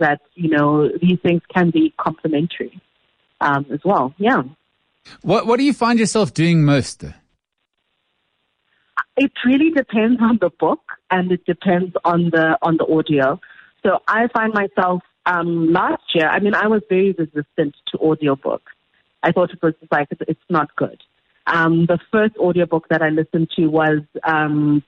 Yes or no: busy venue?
no